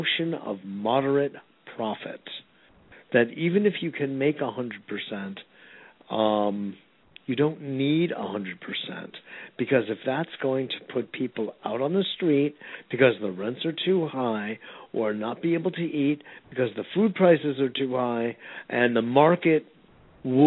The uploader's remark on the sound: A Call-In Show